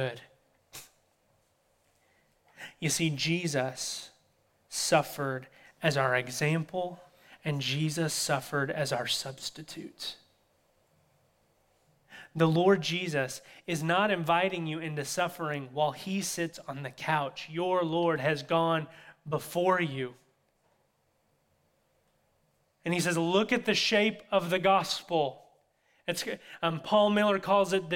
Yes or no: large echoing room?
yes